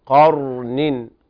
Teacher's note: اللسان بيرتفع إلى الحلق الأعلى مع تفخيم راء